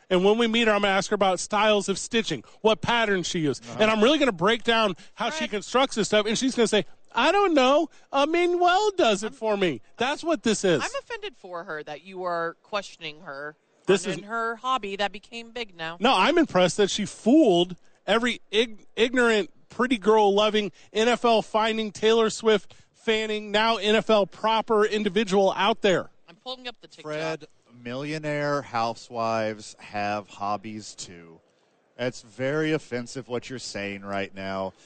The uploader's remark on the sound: Radio Row Day 1 in Las Vegas. Live from Vegas on Radio Row.